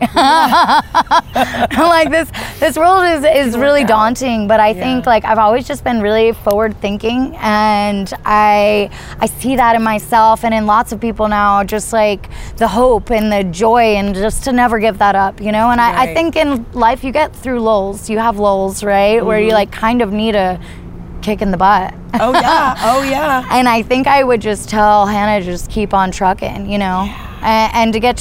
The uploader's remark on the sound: Episode recorded on location at the San Marcos River